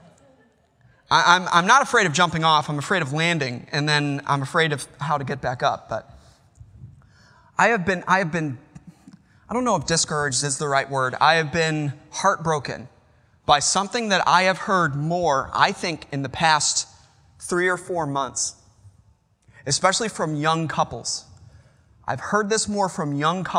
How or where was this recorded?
large echoing room